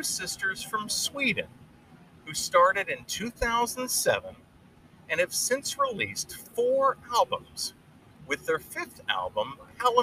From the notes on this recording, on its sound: Pre-Show. Live from Riverfront Park in Harrisburg, PA.